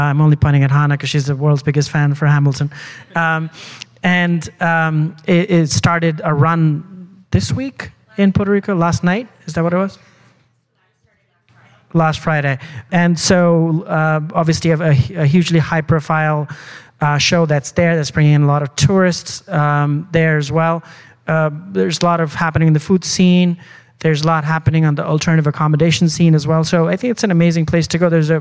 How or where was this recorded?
live audience